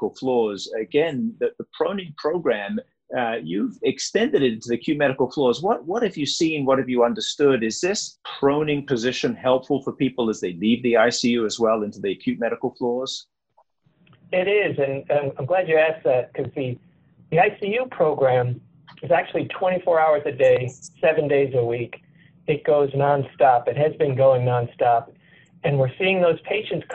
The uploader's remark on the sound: Please excuse any issues with sound.